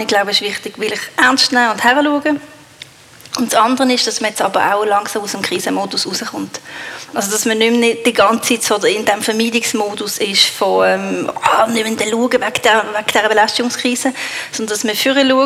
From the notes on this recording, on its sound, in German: In dieser Live-Episode.